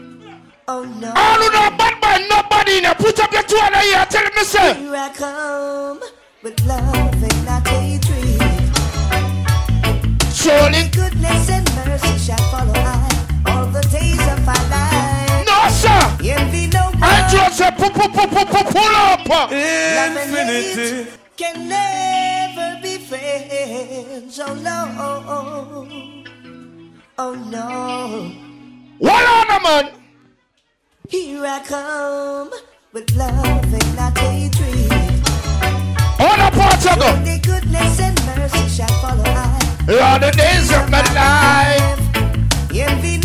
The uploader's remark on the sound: LIVE AT ONE PRETTY GIRL BOSS ROUND ROBIN 12TH MAY 2023